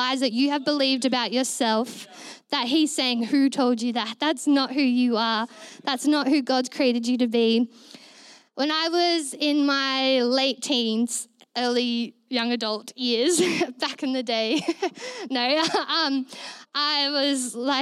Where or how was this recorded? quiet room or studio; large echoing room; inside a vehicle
large echoing room